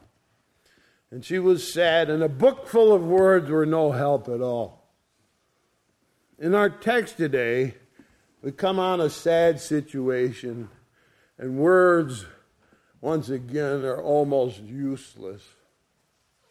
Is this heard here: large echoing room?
yes